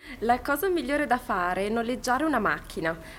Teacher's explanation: The fare and è run together.